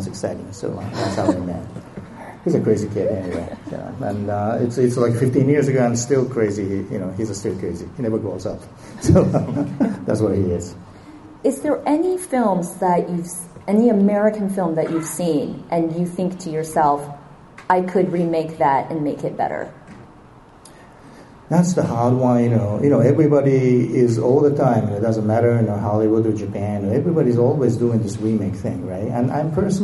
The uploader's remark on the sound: Comikaze 2015. Rage across Stan Lee’s Comikaze in Los Angeles. Listen to the live panel.